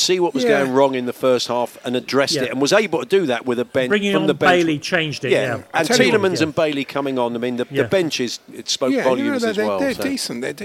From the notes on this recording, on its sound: live from Oche The Strand where The World Darts Championship draw took place